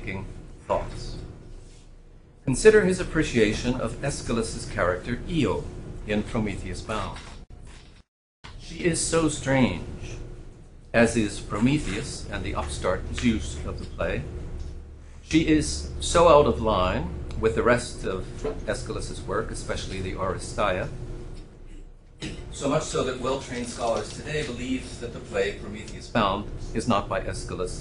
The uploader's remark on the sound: Hosted by the Villanova University Department of Philosophy, a lecture